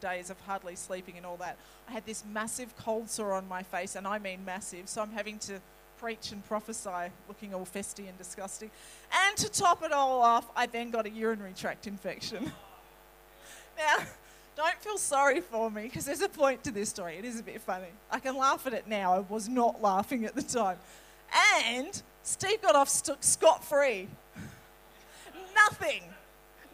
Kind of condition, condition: setting, large echoing room